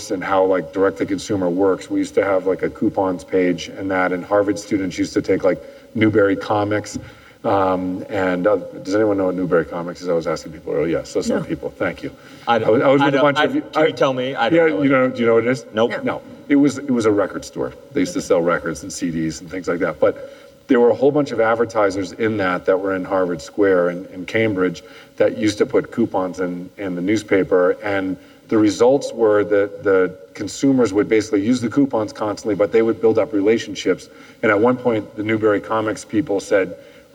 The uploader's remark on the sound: Live at An Evening With Code Commerce. In this episode, you'll hear two interviews from the latest edition of An Evening With Code Commerce in Las Vegas.